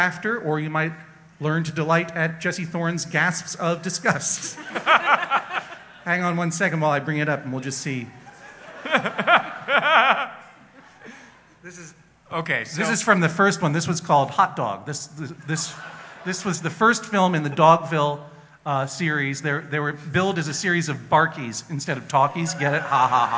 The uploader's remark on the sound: Taped in front of a live audience at the Trocadero Theatre in Philadelphia, PA. During the Tour of Live Justice!